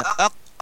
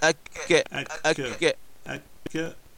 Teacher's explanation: هذه المنطقة الرخوة، إذا رحلت إلى الأمام قليلا تجد منطقة صلبة، وهذه منطقة الكاف، أقول هكذا أك أك أك أك كاف قاف كاف. الفارق بين القاف والكاف أن القاف قوية مجهورة مستعلية، أما الكاف فضعيفة مهموسة